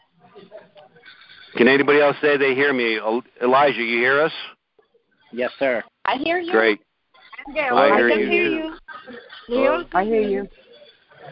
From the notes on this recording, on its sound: In this Group Call recording.